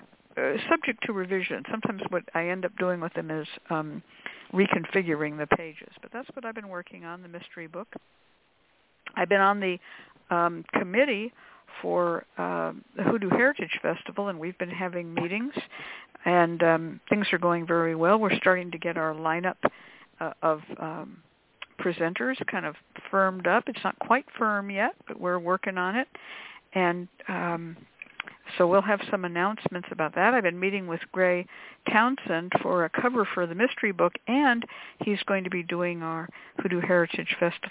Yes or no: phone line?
yes